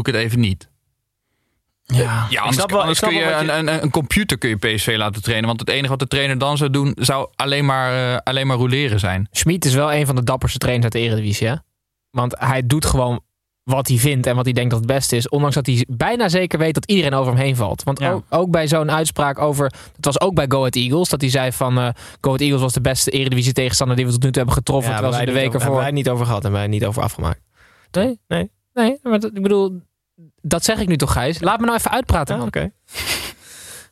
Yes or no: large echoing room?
no